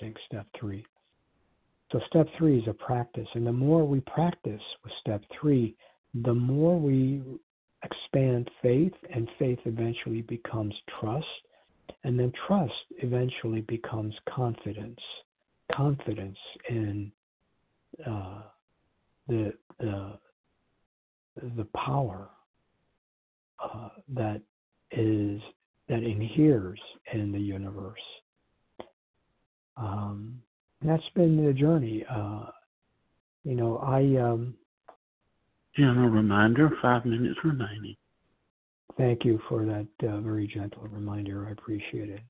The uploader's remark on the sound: from the 100 Pounders Phone Meeting, 4/24/23